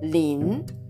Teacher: 第2声ですので下から上にずり上がる音になります。そして最後の子音が N で終わっています